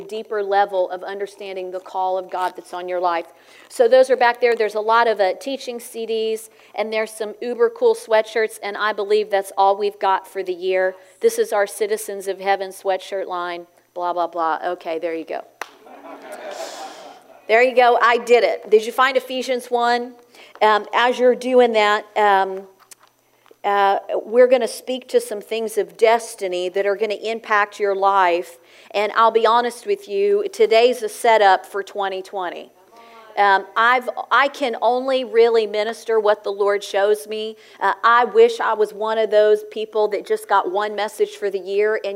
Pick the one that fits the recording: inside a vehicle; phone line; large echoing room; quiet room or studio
large echoing room